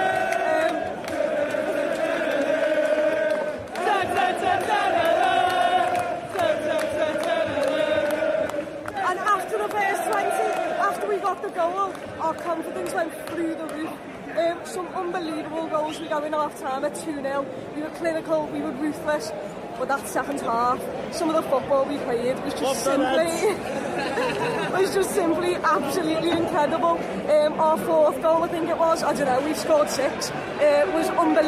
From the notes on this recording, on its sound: Elland Road Stadium Reaction. The Liverpool away end.